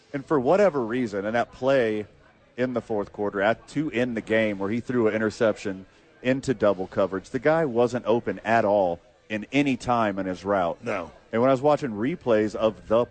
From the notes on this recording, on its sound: live from Howies Sports Page